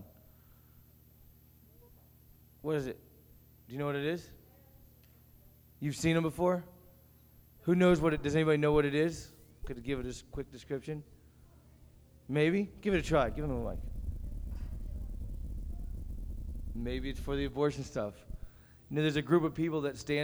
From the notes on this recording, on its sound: Recorded at Rhema Camp 07.